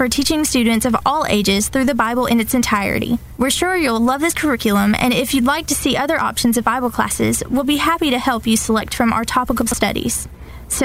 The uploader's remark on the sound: Live at the Sportsplex Car Show.